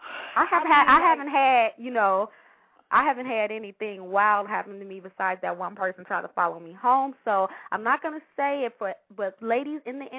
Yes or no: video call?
no